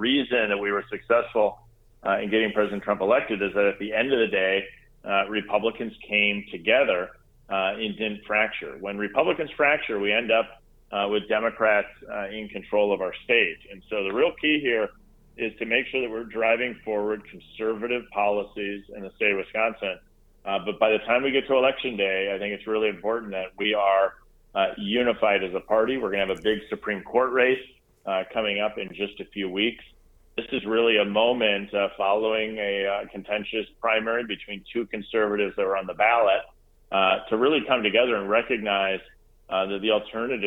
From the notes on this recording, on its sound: I spent some time on the phone